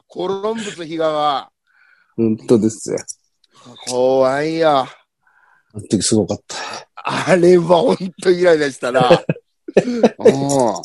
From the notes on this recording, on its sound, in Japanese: ZOOMで収録